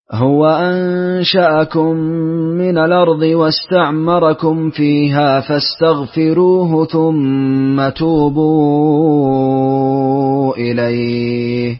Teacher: نأتي بوجه ورش لأنه يرقق راء استغفروه